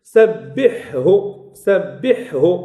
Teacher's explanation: الهاء والحاء يخرجان من الحلق، الهاء من الأقصى والحاء من وسط الحلق